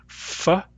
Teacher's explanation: I can bring the lower lip to the upper teeth. That's where it goes when we say the F sound. F, lower lip to upper teeth.